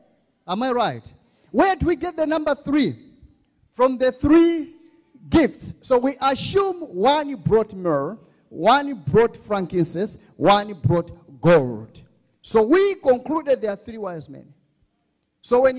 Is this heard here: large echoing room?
yes